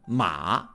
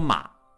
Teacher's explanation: 特别是第三声“马”，就有转折音。 · Shown in: first take